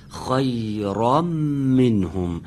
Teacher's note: دقت داشته باشید به های جیمی تبدیل نشه، یعنی گرفتگی صدا پیدا کنه. در حقیقت میتونیم بگیم اونو از وسط حلق گفتید و اشکال پیدا میکنه، میشه های جیمی.